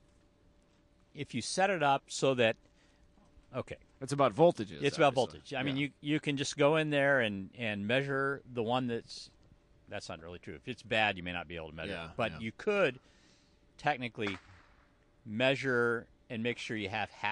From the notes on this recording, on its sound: Live at West Michigan Honda Meet 16. It was a cloudy day in Michigan.